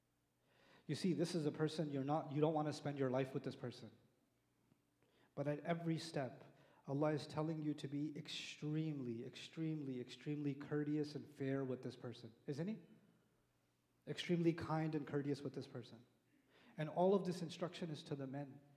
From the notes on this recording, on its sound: Live Khutbah